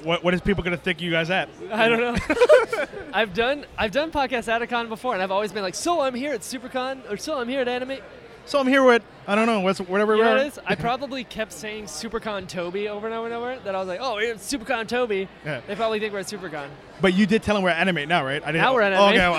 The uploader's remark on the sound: This week's episode was recorded at Animate!